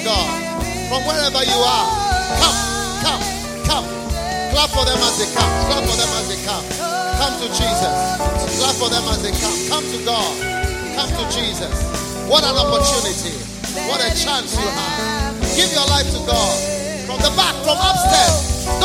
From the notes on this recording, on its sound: Preached at a BENMP service in London, UK